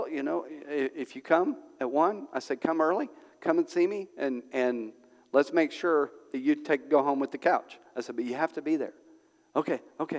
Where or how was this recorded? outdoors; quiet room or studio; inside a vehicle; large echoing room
large echoing room